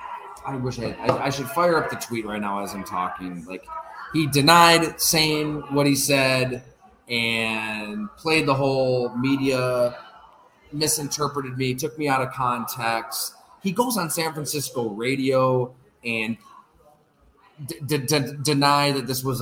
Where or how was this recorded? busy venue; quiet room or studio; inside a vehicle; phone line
busy venue